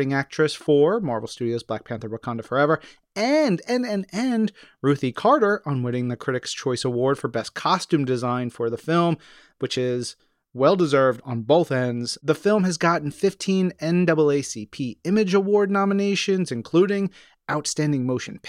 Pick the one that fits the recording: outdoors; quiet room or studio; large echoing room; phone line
quiet room or studio